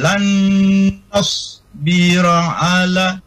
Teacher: Jadi nun sukun ketemu dengan nun tasdid. Nah, itu disebut dengan idgham bigunah. Jadi ditahan situ. Nah, didengungkan